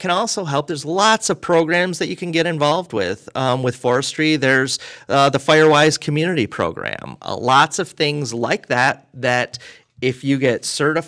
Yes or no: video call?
no